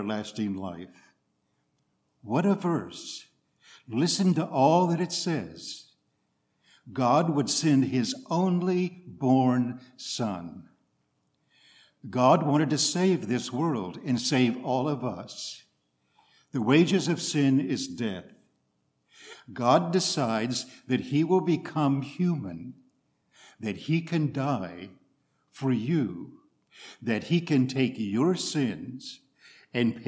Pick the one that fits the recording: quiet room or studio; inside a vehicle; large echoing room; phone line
large echoing room